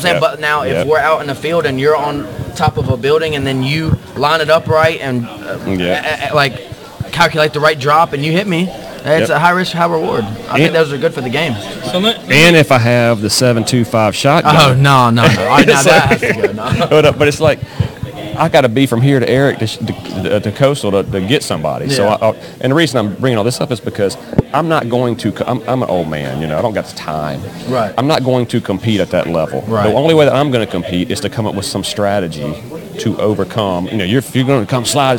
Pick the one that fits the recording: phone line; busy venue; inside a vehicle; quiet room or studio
busy venue